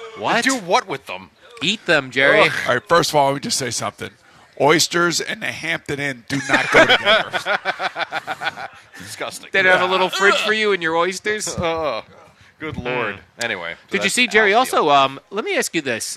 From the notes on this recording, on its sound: Kicking off summer live from D'Jais in Belmar.